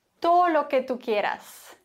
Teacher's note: Das D wird ganz häufig nicht gesprochen, sondern verschluckt.